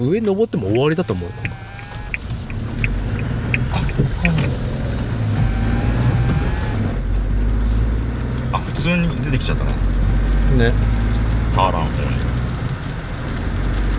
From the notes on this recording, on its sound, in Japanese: 屋外収録「スズキJB64Wジムニー」。